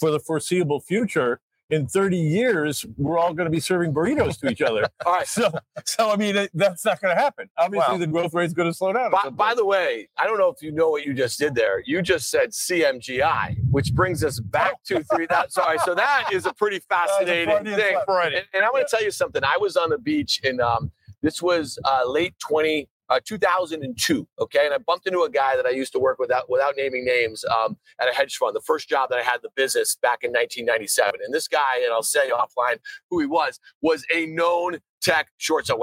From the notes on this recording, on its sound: LIVE from Miami for iConnections Global Alts '24